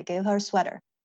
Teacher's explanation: 那个重音其实在最后的那个给他一个什么东西，然后会有一个下降的语调